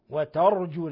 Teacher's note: لاحظ تفخيم الراء لأنها ساكنة، وأيضا ما لا يرجون لأن الراء ساكنة وقبل مفتوح تفخم الراء.